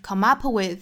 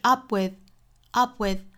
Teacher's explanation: 尾部这个 p 的发音摆口型不爆破 · Shown in: second take · ，不是 come up with,应该是 up with, up with, come up with.